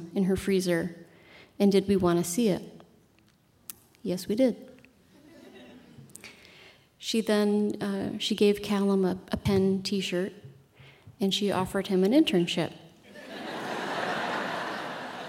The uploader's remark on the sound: Live from Tarrytown. A special live edition of The Moth from Tarrytown, New York.